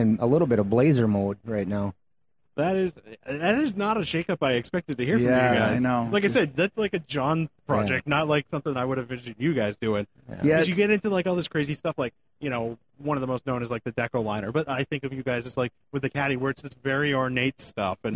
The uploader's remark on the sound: Live again from the SEMA 2018 show floor on the Magnaflow stage